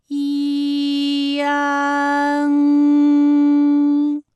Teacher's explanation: 阻碍的气流从鼻腔里透出，口型由开到合，舌位移动比较大。安，哎，我把这个过程当中啊给大家发的细一些，大家可以仔细听我的发音哈，从前啊开始，安，哎，我发的比较慢。那实际我们发安的时候呢，不用这样的慢哈，让你感受到啊到呢的一个变化，直接我们发出安就可以了。那最后这个声音呢是从鼻腔里发出的，大家可以跟我练一组例词啊。参战、反感、烂漫。好，下面呢我们来发一安的发音。发音的时候呢，从前高不圆唇元音一开始，舌位向前低元音啊的方向滑降，舌位只降到半低前元音 i 的位置就开始升高，发 i 后软腭下降，逐渐增强鼻音色彩，舌尖迅速移到上齿龈，最后抵住上齿龈，做出发鼻音呢的状态。大家可以跟我来感受一下啊，一安，哎，这三个音发完整，我们每一个状态呢都能知道它的音的流向，当然最后一定还是要归到鼻音呢才算是发完整。好，大家一起来跟我来发下面这组词：艰